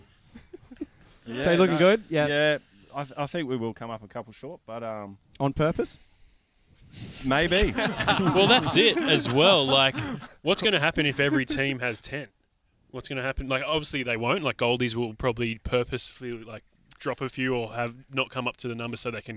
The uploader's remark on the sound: The boys are coming to you live from Whomp Camp 2019 with a huge panel of special guests.